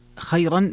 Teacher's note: فيها ترقيق الراء لورش